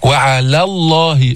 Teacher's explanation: لاحظتم ما فخمنا العين ولا فخمنا اللام، بعدين فخمنا لام لفظ الجلالة لأنه سبقها فتح